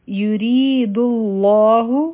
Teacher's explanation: را به نری ویلی کیږي ځکه چې دی د لاندې کسره ده